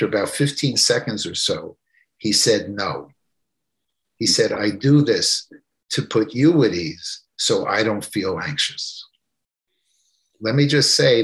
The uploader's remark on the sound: This episode features the audio from one of the ACO case presentations series webinars.